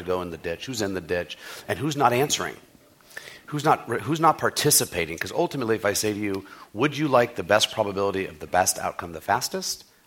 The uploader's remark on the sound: This program is part of The Atlantic Meets The Pacific 2013 conference presented by The Atlantic and UC San Diego.